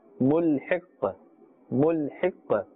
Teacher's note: This قاف، we are giving it a temporary ساكن or جزم، and therefore we are pronouncing it with the قلقلة، the slight bouncing or echoing sound. ملحق، not too much.